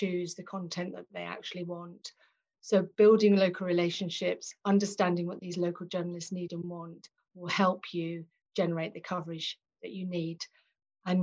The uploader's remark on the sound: joined over Zoom